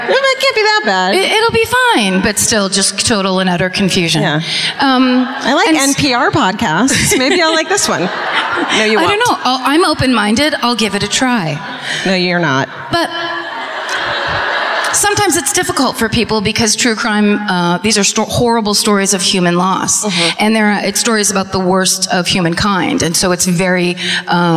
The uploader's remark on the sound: Live at the Davies Symphony Hall in San Francisco